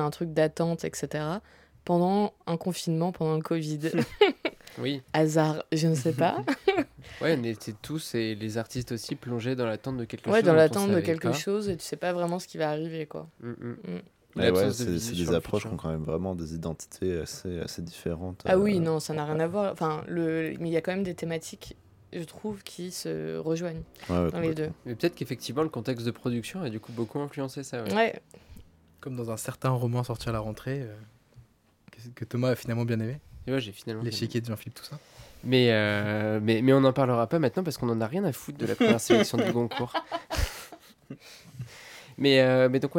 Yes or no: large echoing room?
no